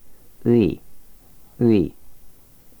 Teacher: You start with 으 and end with 이.